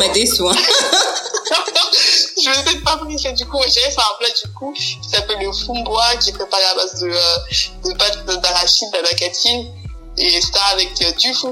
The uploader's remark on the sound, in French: Dû à quelques difficultés techniques lors de l’enregistrement réalisé à distance pour les besoins du confinement actuel, la qualité du son est quelque peu altéré.